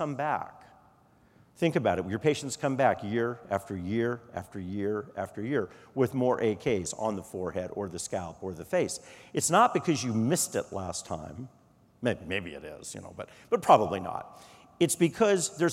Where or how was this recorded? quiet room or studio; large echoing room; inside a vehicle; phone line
large echoing room